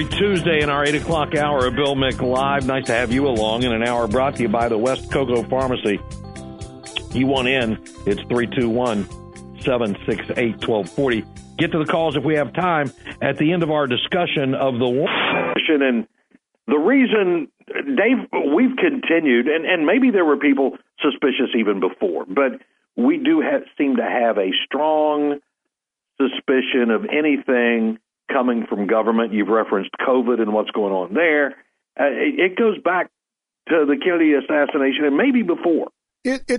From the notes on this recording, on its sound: NOTE: iHeart had computer issues this morning, forcing the show to be done via telephone with the attendant reduced audio quality.